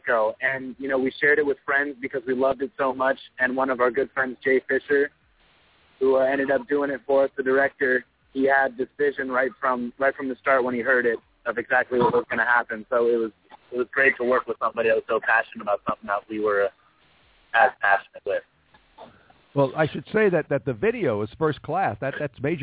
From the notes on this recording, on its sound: Call in from SXSW. Calls in from SXSW. Since the band will be on cellpones and standing on a corner outside their next gig, there will be distortion and background sounds.